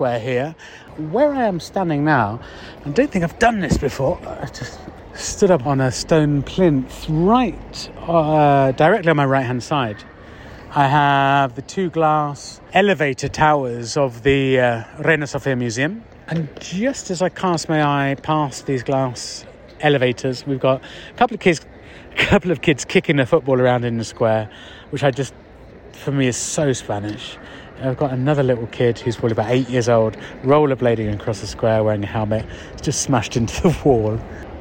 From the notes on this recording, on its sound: A beautiful spring evening wander down one of my favourite Madrid streets — Calle de Santa Isabel. We’ll be taking in the sights and sounds with stop-offs in El Cine Doré (Cinema and home to Spain’s national film archive), San Antón municipal market, El Amor de Díos Flamenco school, Bar Benteveo.